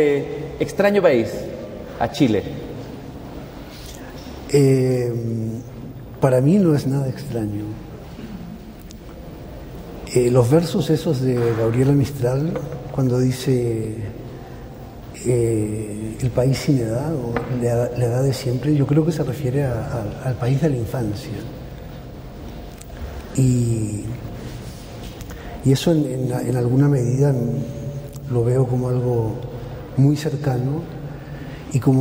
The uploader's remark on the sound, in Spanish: grabadas en la Feria Internacional del Libro de Chile, en 1999